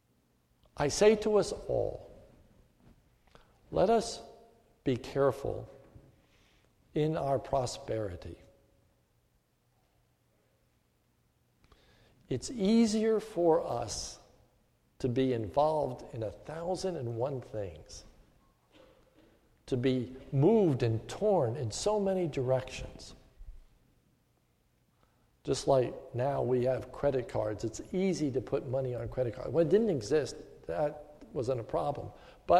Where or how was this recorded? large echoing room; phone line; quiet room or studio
large echoing room